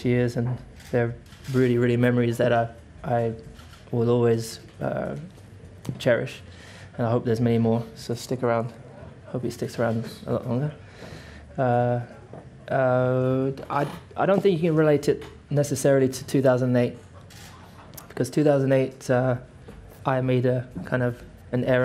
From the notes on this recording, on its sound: Canada Sunday Post-Race Press Conference.